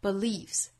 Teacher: 最后一个 belief 加后面的 s 读清辅音